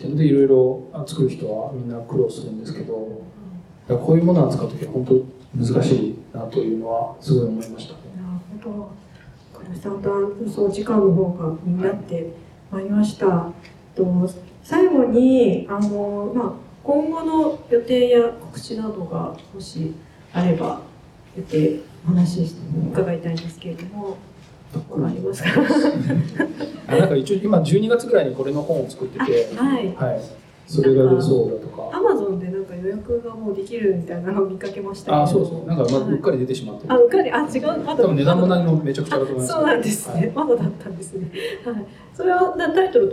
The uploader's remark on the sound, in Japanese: 同館であったトークイベントの様子をすべてお届けします